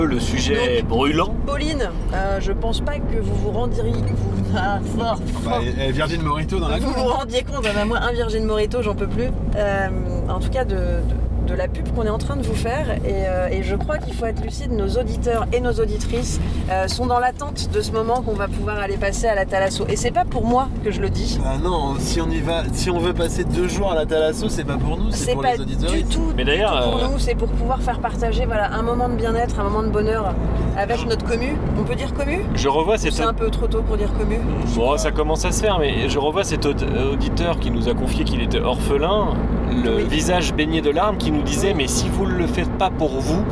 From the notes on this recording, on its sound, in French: On en à fait un LAPEUPRET en voiture. Soit un épisode avec beaucoup de bruits de fonds, rapport à la technique approximative de LAPEUPRET. Enregistrement : le Stitre : le studio de la Litre.